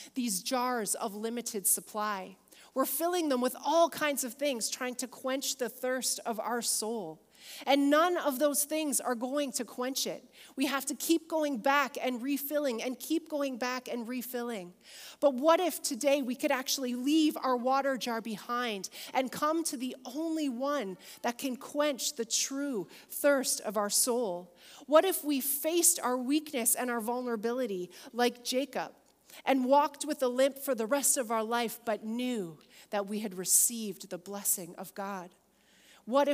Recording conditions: live audience